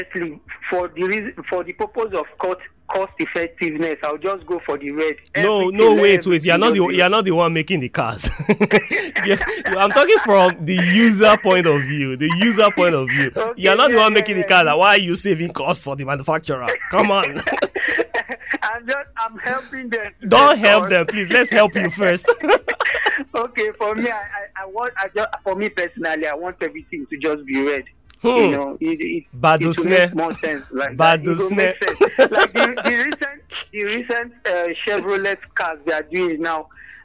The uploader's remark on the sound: I opened the phones lines for listeners